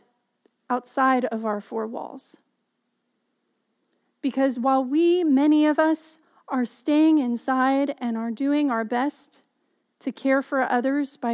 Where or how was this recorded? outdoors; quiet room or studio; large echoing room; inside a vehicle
large echoing room